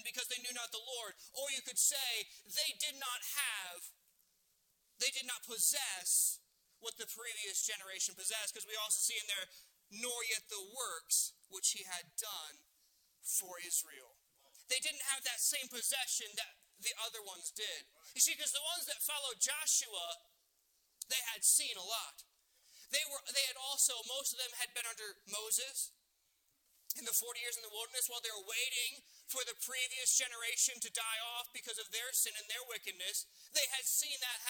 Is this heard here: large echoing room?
yes